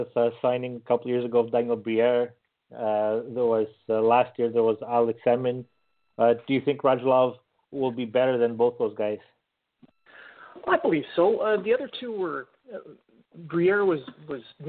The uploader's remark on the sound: as we take your phone calls